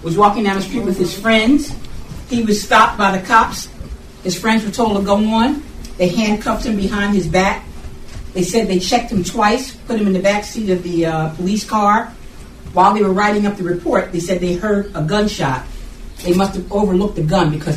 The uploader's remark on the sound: The Civics Mathematics and Science Charter School in Philadelphia visited the Lest We Forget Slavery Museum also located in Philadelphia. This is the audio of that tour conducted by the co-founders of the Lest We Forget Slavery Museum.